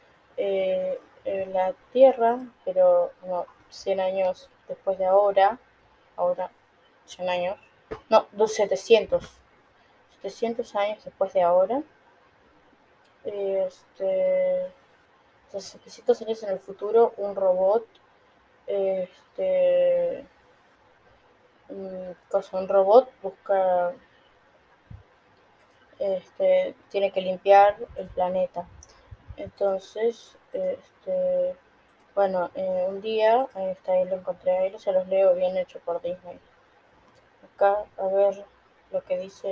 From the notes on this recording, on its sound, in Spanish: El audio se escucha para el orto.